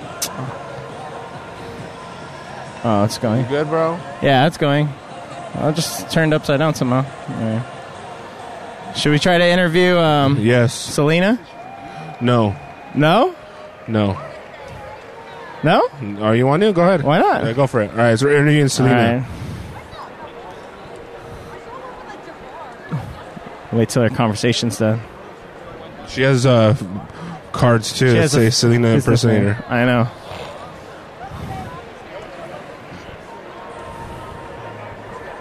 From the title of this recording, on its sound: LIVE from LA Comic Con